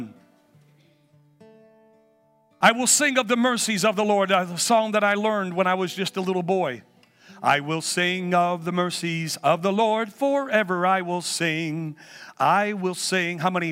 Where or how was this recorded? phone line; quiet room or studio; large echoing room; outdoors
large echoing room